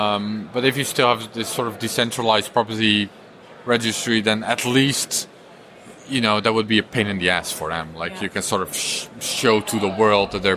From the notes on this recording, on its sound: Recorded at the Israel Bitcoin Summit in January 2019.